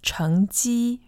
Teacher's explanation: the pronunciation in Taiwan is 成绩, second tone, first tone